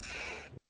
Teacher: на конце D тоже немножко приглушенная